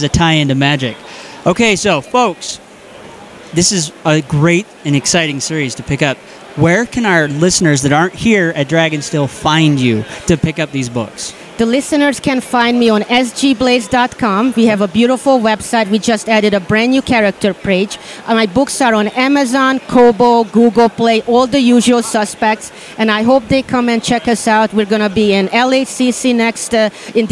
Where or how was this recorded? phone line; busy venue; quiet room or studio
busy venue